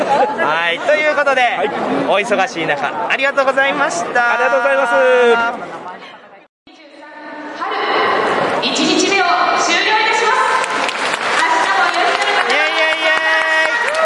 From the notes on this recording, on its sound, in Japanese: ゲームマーケット2023春！会場インタビュースペシャル。録ってきました会場インタビュー55音源！！会場収録のため、騒音雑音が激しく入っております。